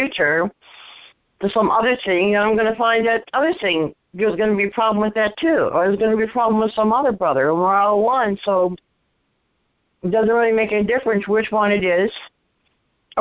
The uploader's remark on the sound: ACIM Daily TEXT Conference Call.